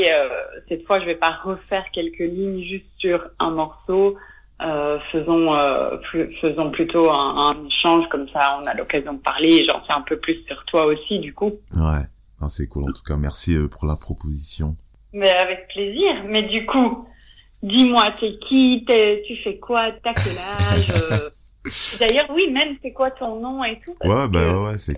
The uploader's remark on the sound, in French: La qualité sonore de cet appel téléphonique rappelle les skypes pendant des heures en 2013.